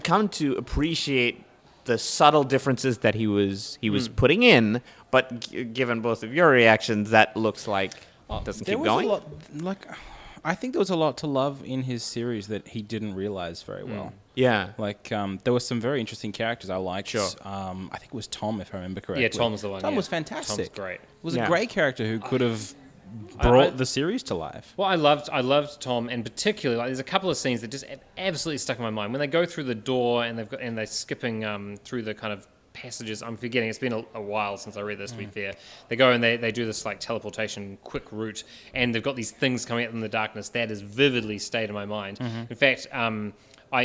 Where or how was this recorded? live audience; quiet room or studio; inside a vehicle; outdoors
live audience